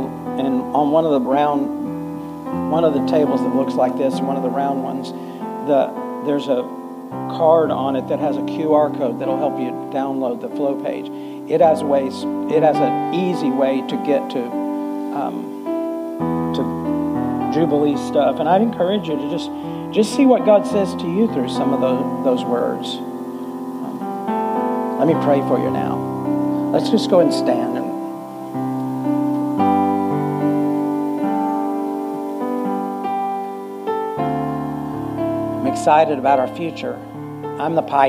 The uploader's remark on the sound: Full Sunday Service